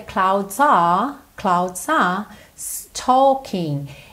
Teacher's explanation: esse R, ele não enrola a língua